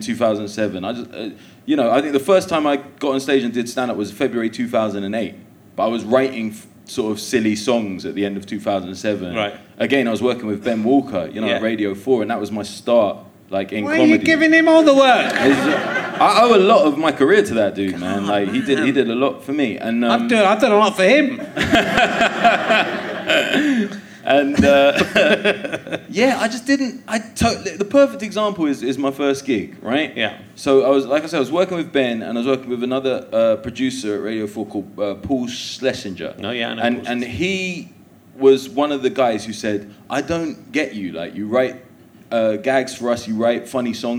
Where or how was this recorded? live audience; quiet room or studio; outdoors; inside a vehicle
live audience